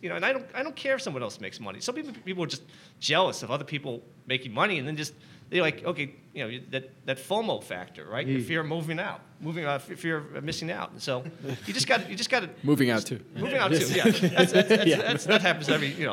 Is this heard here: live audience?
yes